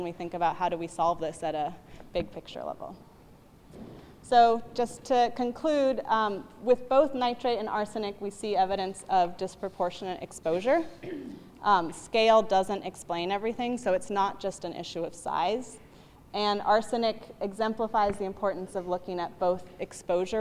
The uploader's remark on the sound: UC Berkeley live recording